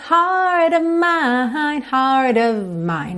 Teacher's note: Percebe como isso vem tudo muito ligado, heart of mine, ok? In this heart of mine, você quase nem ouve esse of aí